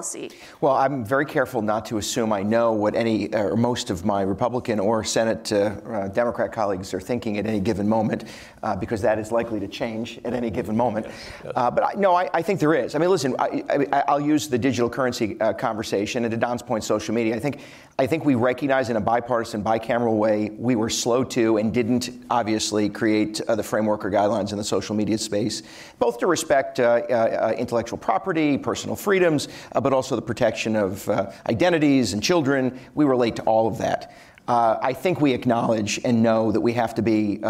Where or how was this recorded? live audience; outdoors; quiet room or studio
live audience